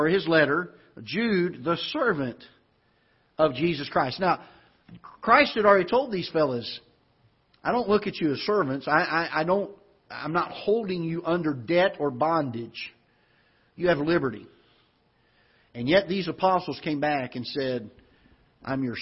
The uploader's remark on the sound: Ketha Heights Baptist Church ~ Live Broadcast